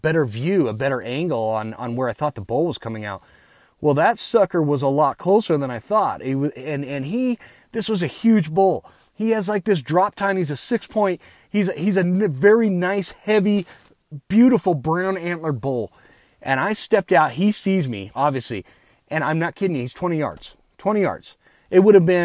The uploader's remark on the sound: I recorded this episode on my phone from the elk woods of Idaho.